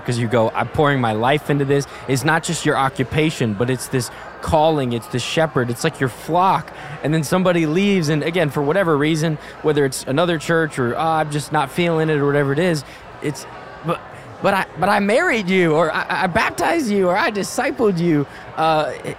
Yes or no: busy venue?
yes